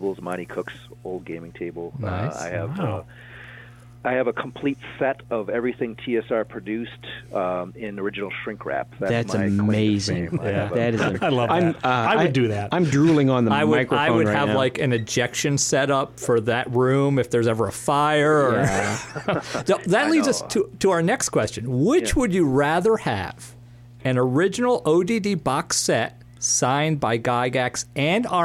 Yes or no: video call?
no